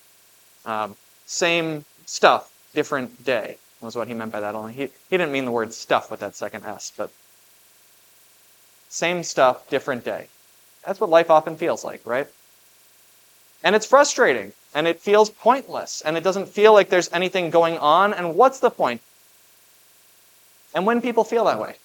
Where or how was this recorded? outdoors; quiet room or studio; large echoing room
large echoing room